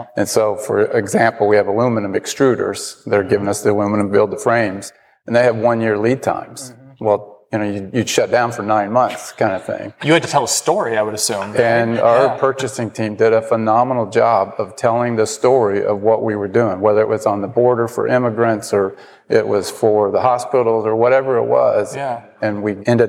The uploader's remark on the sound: Today’s episode of MakingChips is recorded at a special LIVE Tri-State Manufacturing Alliance (TSMA) event in conjunction with the Evansville Regional Economic Partnership.